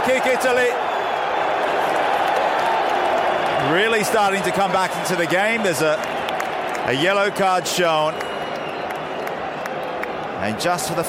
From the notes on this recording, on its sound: Live from Wembley.